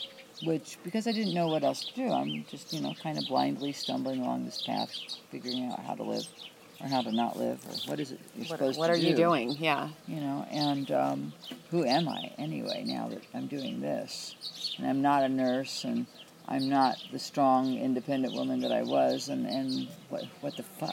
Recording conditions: sounds in the background